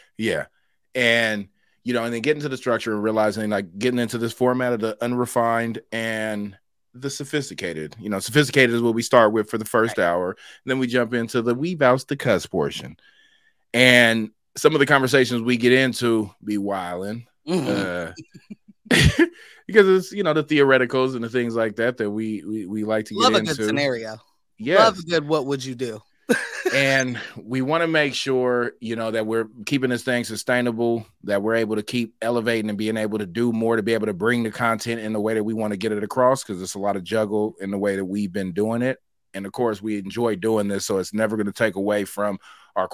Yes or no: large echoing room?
no